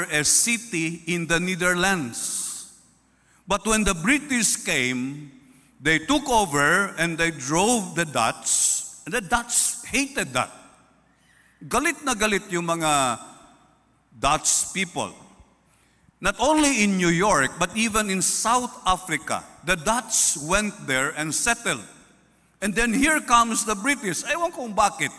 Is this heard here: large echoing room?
yes